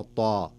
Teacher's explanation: فتحصل الطاء ارتفع اللسان فيها، وهذا ما يسمى بحروف الاستعلاء. حروف التفخيم يرتفع اللسان عند نطقها.